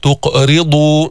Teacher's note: جبنا القلقلة تاعت القاف، جبنا تفخيم نوعا ما بالقاف اللي هي سكنت وقبلها مضموم